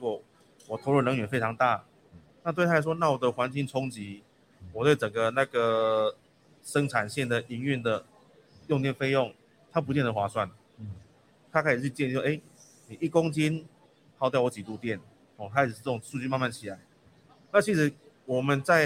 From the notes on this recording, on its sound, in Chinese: 本集節目於2022年「台北國際塑橡膠工業展（TaipeiPLAS）」展期間錄製。於南港展覽館1館同期舉行。